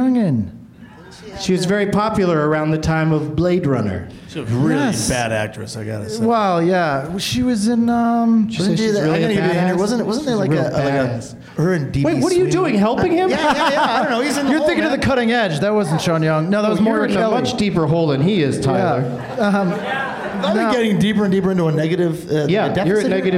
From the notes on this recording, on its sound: Live from the UCB Sunset in Hollywood, California